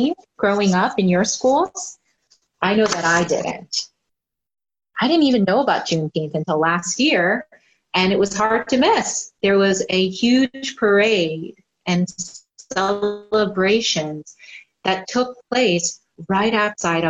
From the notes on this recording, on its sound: Our zoom streamed service